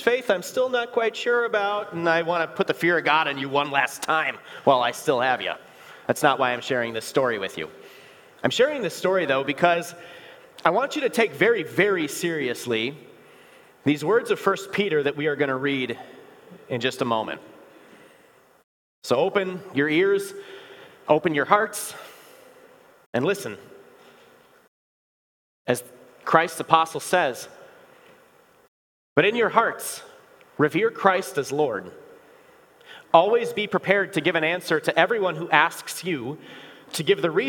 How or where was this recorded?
large echoing room